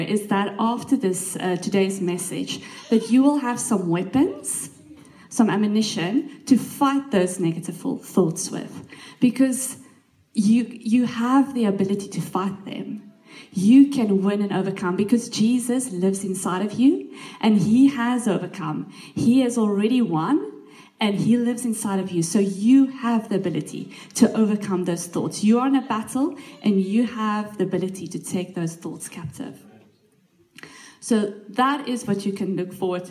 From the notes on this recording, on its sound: This message was recorded live at our Malmö Gathering on Sunday, September 10th, 2023. C3 Church Malmö & Lund.